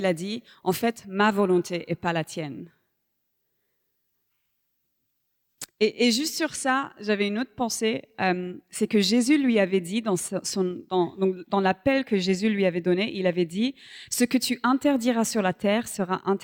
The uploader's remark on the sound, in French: Enregistré à l'église CVV, le 10/12/2023